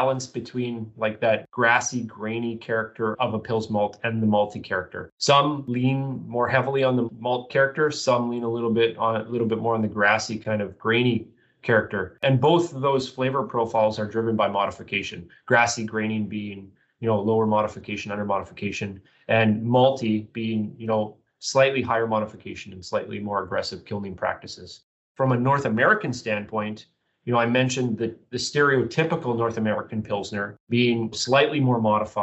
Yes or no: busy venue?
no